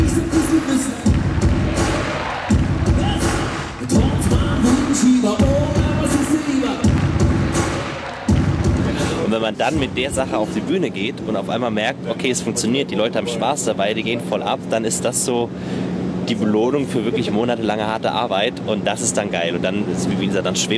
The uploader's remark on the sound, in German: Die fünf Jungs öffnen für meinen Podcast ihren Tourbus. In dieser Episode bin ich bei einem Live-Auftritt dabei.